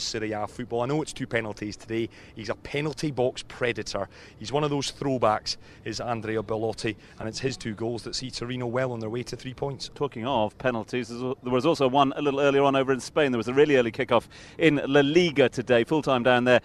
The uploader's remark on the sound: From our original home, Barasti